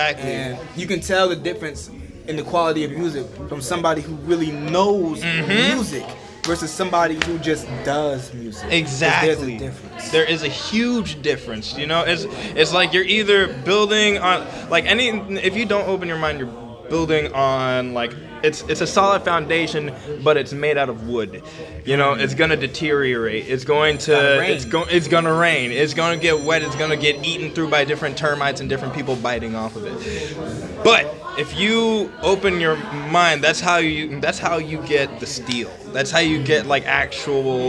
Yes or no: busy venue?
yes